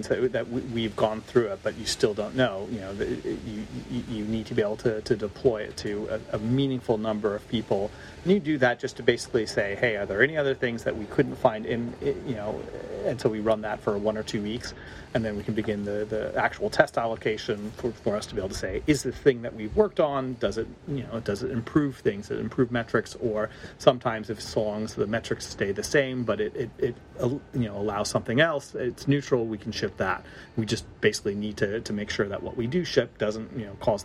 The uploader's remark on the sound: Coming to you live from the streets of London.